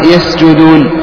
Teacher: تارة يتأكد الاحتراز عن الزاي، وذلك بأن يجاورها حرف مجهور نحو يسجدون